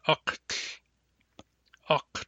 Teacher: Recall that when Nuchanov has clusters of consonants like this, each consonant is pronounced separately. You finish pronouncing one before you go on to the next one.